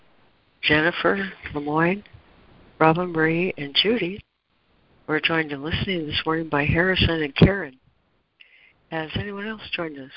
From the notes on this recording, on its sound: ACIM Daily Conference Call.